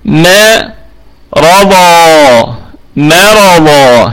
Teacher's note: الكلمة هذه الميم مرققة والراء والضاد والألف مفخمة. طيب إذا نقول أن الكلمة كلها مفخمة ما عدا الميم.